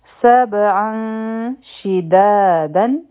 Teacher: بیا دې عن په عین باندې ډبل زورونه دي فتحتین دي مخکې چونکې شین دی نو دلته کې به مونږ اخفا کوو لایټ اخفا نری اخفا سبعا شدادا شی یو حرکه د شین د لاندې کسره ده